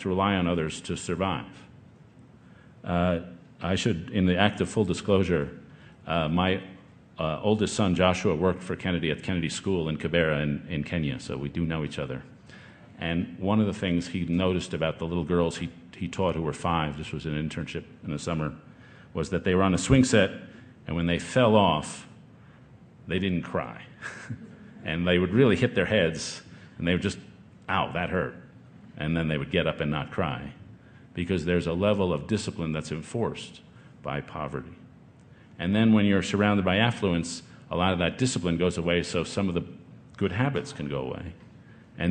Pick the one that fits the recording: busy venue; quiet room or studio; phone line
busy venue